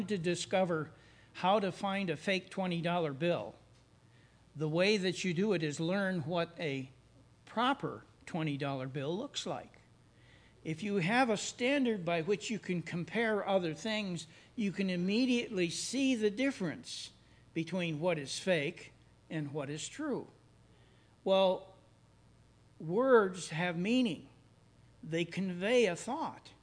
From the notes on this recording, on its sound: services recorded at Thornville Baptist Church